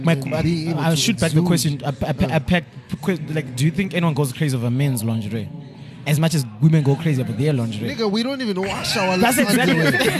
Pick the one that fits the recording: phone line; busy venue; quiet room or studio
busy venue